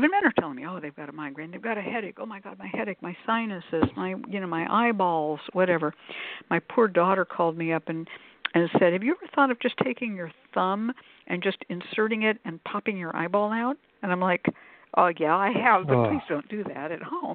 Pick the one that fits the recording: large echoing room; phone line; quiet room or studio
phone line